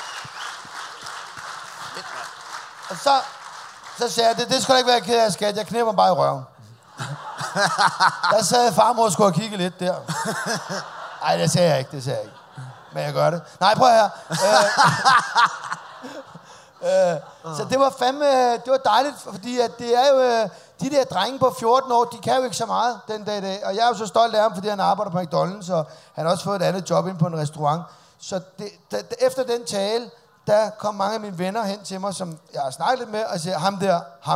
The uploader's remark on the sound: Live fra Jelling festival.